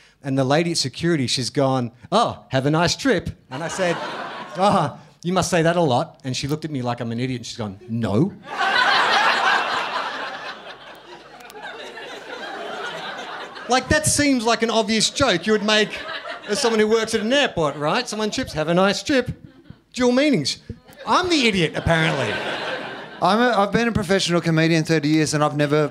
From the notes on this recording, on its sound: Recorded at Basement Comedy Club on Exhibition St, Melbourne. Recorded at Basement Comedy Club on Exhibition St, Melbourne.